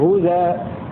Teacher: بنقل حركة الهمزة إلى الزاي وحذف الهمزة · Term: النقل